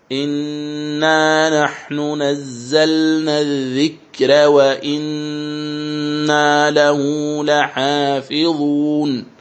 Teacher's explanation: كلمة الذكر الراء فيها سبقت بساكن وقبل الساكن كسر فإنها ترقق